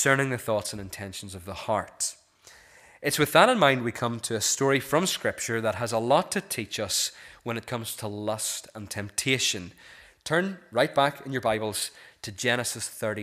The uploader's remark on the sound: This is the recording of the Bible reading and sermon from our evening service on Sunday 4th February 2024.